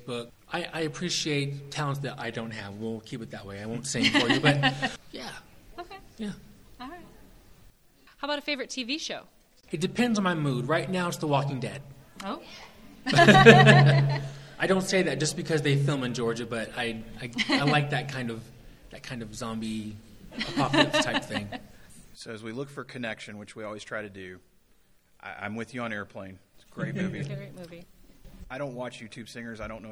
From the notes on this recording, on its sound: Live in front of an audience recording. This was part of our session with the Emerging Professionals group at SHRM19 in Las Vegas.